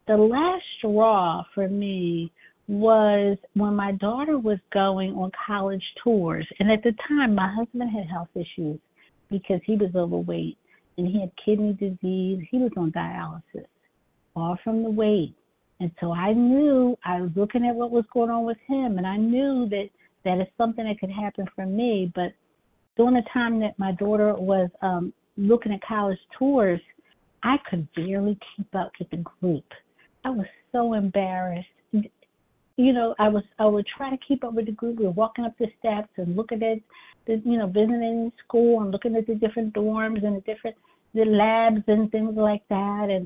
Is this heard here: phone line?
yes